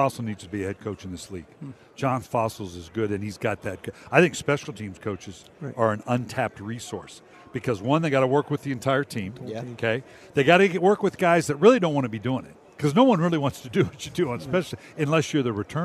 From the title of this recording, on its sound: live from Super Bowl Radio Row